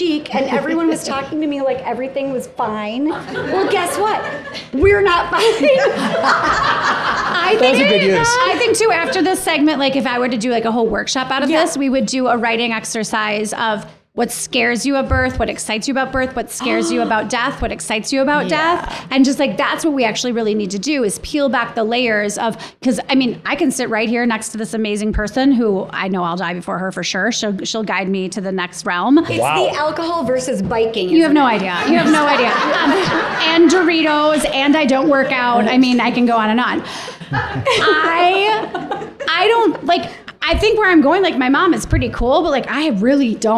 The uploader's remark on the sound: In this second live recording of our We’re Not Fine